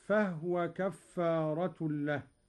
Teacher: قرأ قالون بإسكان الهاء